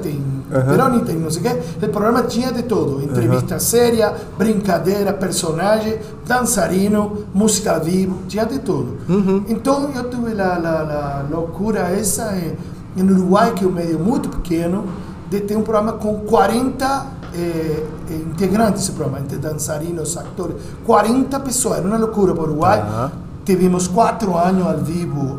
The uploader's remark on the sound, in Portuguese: Esse episódio foi gravado dentro do restaurante, com todos os sons e barulhos do momento, e até uma cumbia que você vai conseguir ouvir ao fundo.